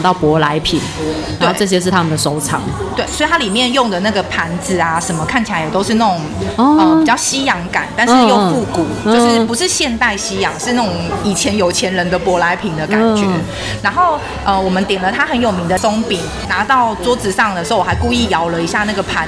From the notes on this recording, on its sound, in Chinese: 本集白噪音指數：蚊風級 1/5。錄音地點： Coppii Lumii Living Coffee 冉冉生活 城中店。